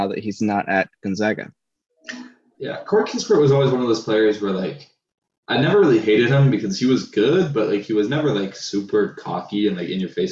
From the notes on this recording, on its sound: This LOADED episode brings the crew back together, still over zoom unfortunately.